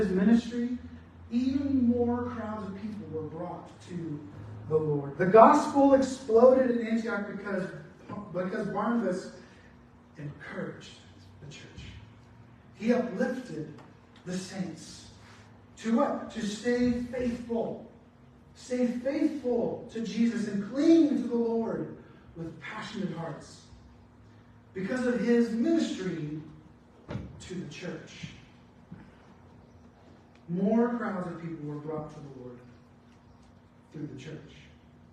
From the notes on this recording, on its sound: Apologies on the bad audio quality